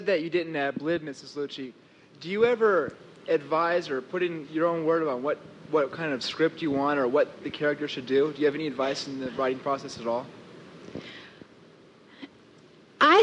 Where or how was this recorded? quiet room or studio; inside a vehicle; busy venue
busy venue